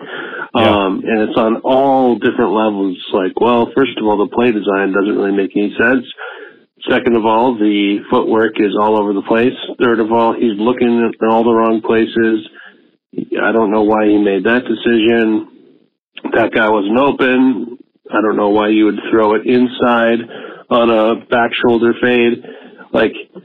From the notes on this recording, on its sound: The ultimate call-in show for all Green Bay Packers enthusiasts! Insightful calls from the Packernet community.